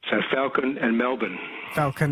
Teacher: It's in between. The vowel sound is in between an A and an E.